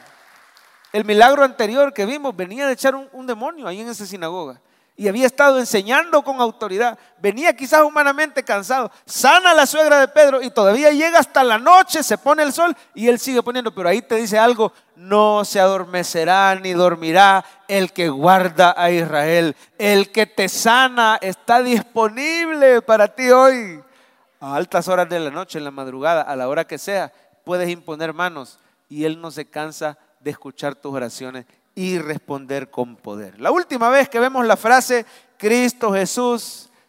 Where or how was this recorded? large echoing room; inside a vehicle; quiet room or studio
large echoing room